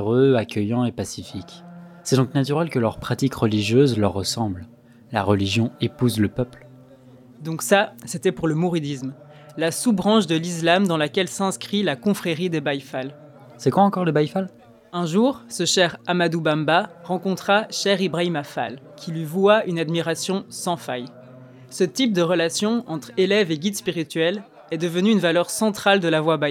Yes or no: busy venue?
yes